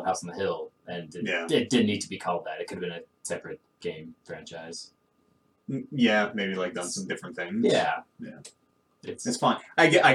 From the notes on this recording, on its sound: The One Where the Mics Didn't Work. The One Where the Mics Didn’t Work. Something went horribly wrong with this podcast. It sounds just awful.